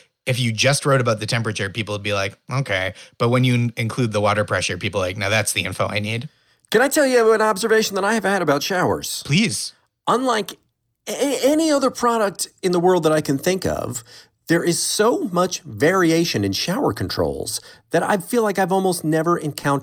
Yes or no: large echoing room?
no